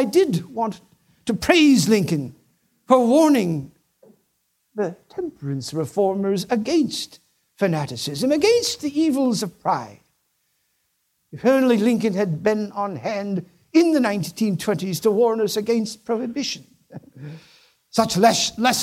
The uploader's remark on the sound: a presentation that was delivered as part of the 2014 Acton Lecture Series